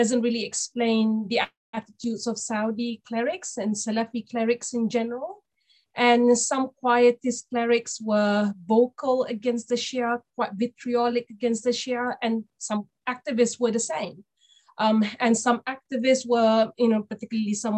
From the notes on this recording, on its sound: This public talk was conducted online via Zoom